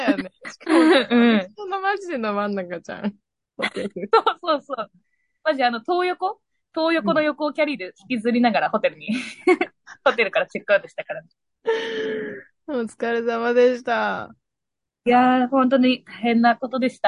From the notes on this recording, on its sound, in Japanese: 東京と富山でzoomにて収録。